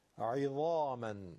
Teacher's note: عین در کسره حرف عین کلن ترغیره درش نیست اصلا عظاما حرف ظا همون ظال درشته ظال ذالکه رو تو گلو انداختن شده ظا